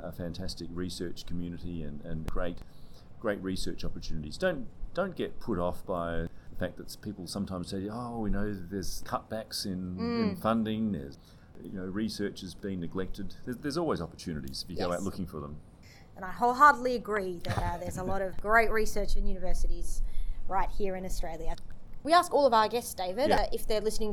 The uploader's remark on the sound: There is some audio interference given it was recorded at the Symposium.